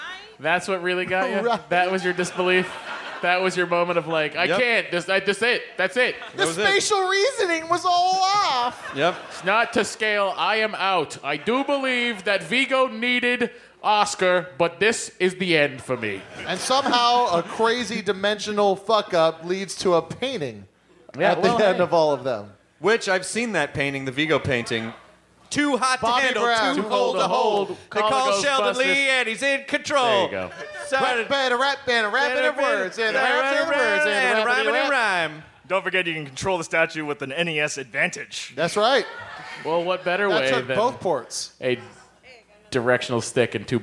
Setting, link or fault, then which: setting, live audience